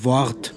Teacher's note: using the sound of a V for the letter W